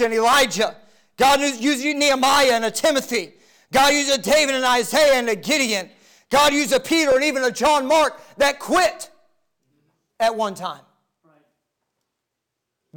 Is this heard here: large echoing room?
yes